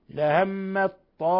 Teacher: أضغمنا التاء في الطاء إضغام متجانسين